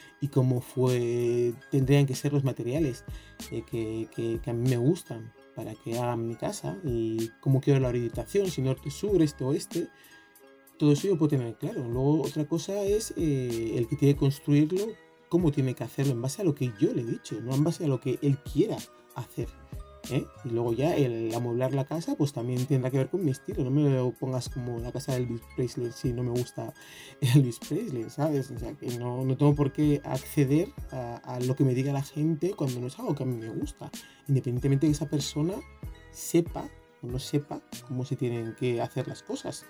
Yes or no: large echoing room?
no